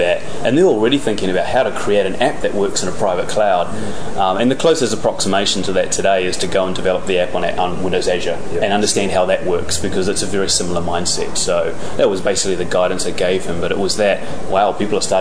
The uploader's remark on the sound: This special edition of the NZ Tech Podcast reports from Microsoft’s Worldwide Partner Conference (USA).